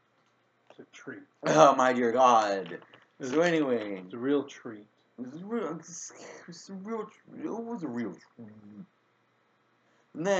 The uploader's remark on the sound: Numerous sound effects and music drops are deployed; proceed with caution. Apologies for any compromised audio. We're recording this one through a tiny laptop mic hole.